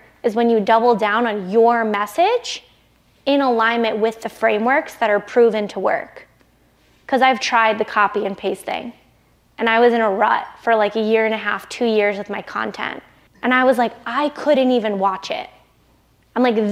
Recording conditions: live audience